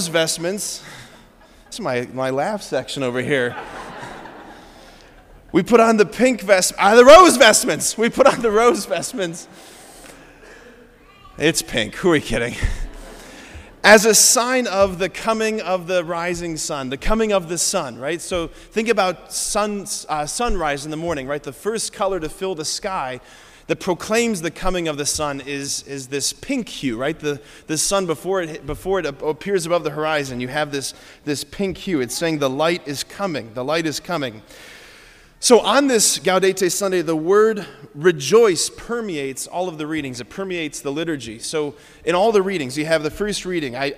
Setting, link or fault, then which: setting, large echoing room